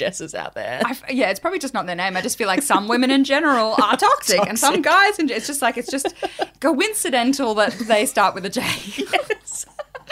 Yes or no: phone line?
no